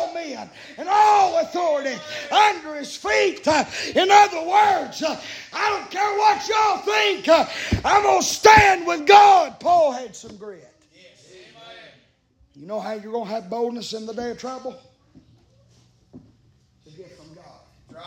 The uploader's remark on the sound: Live from Still Water Baptist Church on 4/19/23. Preaching live from Still Water Baptist Church.